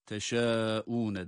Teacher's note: Teşâûne derken burada da yine meddi muttasıl dört elif miktarı kadar uzatılabilir